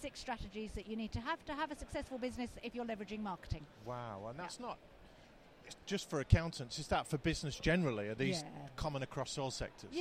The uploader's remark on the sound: Episode recorded at Accountex 2019.